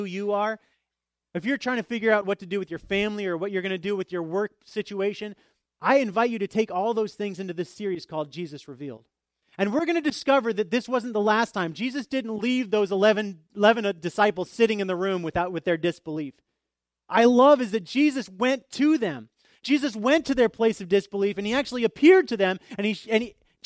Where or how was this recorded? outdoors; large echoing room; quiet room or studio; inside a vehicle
large echoing room